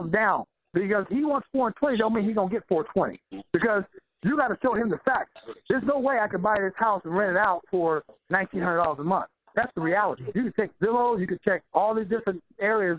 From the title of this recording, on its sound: Q&A Call 2016-04-11